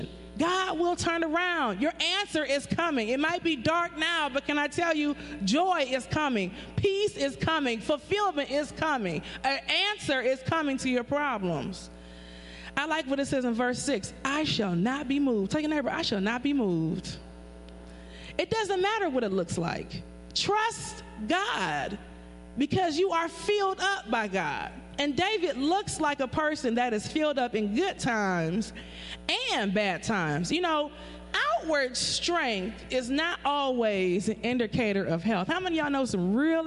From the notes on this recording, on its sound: Praise and Worship Service. We lift up the name of Jesus Christ at New Life At Calvary located at 2020 E.